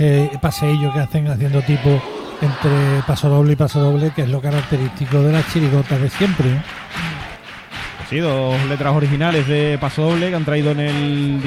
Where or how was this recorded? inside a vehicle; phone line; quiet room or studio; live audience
live audience